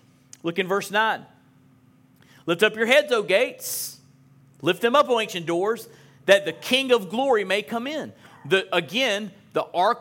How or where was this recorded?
large echoing room